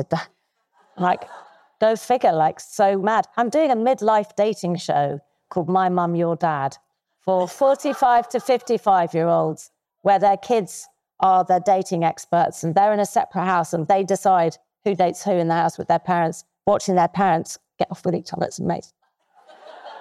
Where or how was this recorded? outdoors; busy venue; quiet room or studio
busy venue